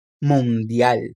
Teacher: O L no final tem o som de L mesmo, e não de U como no português.